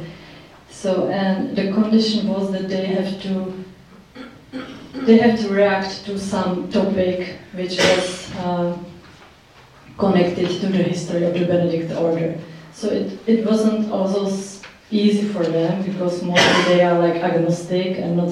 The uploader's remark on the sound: Recorded at the Czech Embassy Cinema in London